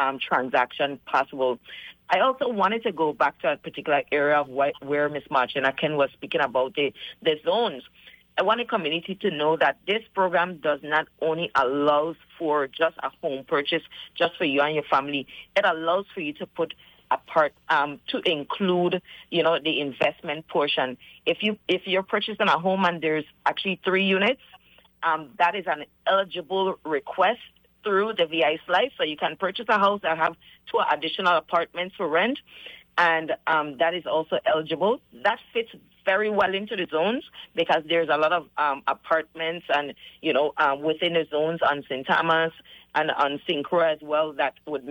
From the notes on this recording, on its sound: is joined on the phone